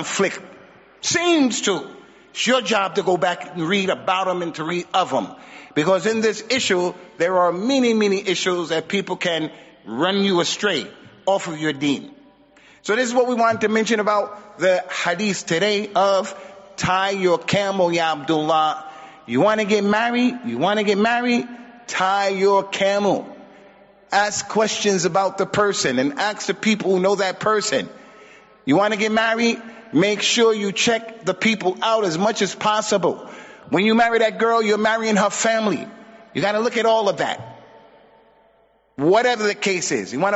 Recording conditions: large echoing room